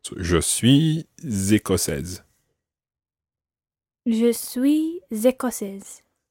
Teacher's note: Try to run the z of je suis écossaise on. So you're actually saying je suis écossaise if you have to stop between suis and écossaise.